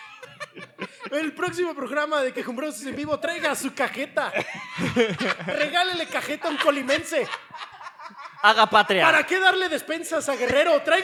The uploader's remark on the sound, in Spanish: podcast grabado en vivo